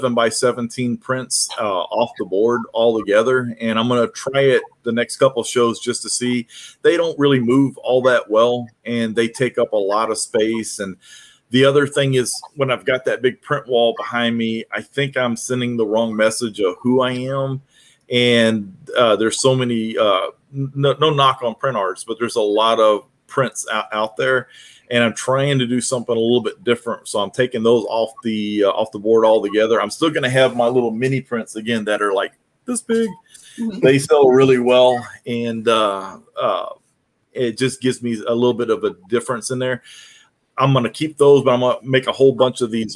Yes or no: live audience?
no